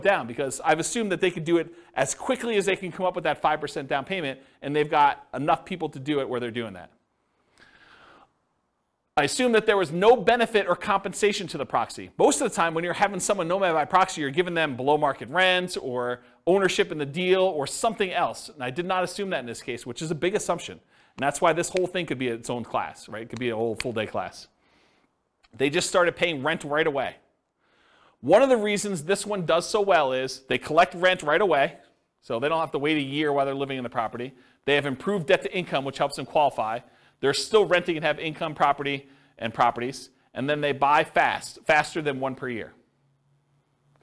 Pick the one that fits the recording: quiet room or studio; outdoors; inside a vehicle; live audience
live audience